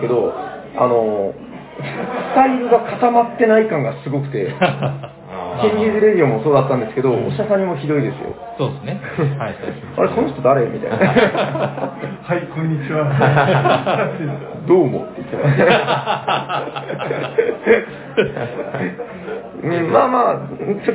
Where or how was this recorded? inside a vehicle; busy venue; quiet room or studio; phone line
busy venue